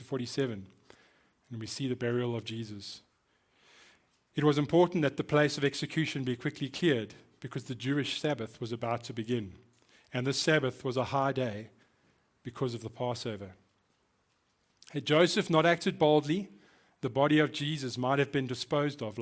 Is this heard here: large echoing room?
yes